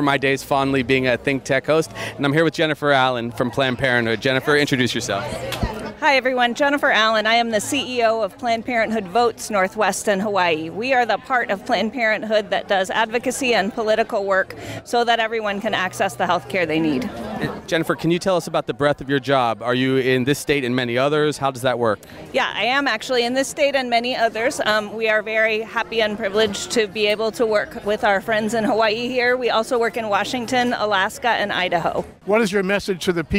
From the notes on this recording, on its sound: Protestors are caught on tape harassing people on the street outside.